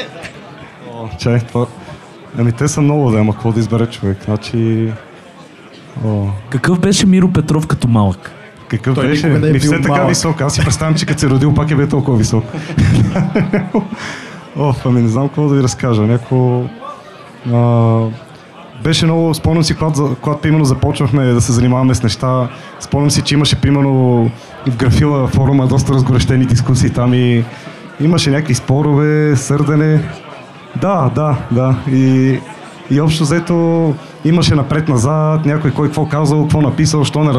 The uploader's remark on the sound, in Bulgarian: А тук разговорът е с цели петима гости наведнъж. Дискусионен панел, който записахме на живо пред публика.